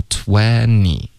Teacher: 20的 t 彻底的省略，我们不要它